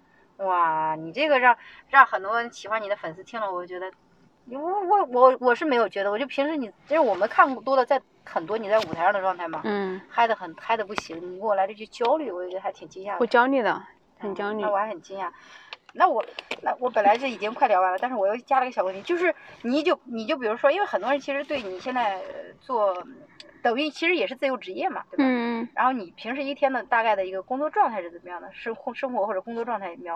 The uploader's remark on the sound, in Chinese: 这期是边开车边闲聊，音质稍微有点一般，见谅